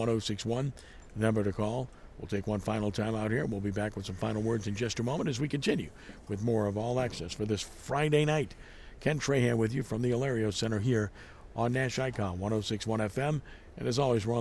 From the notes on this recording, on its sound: live at The 13th annual Allstate Sugar Bowl National Prep Basketball Classic